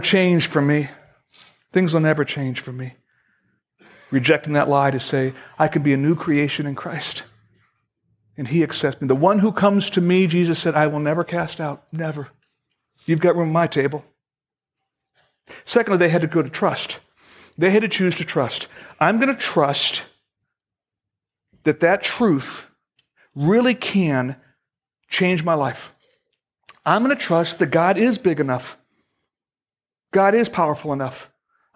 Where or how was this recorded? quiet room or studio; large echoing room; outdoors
large echoing room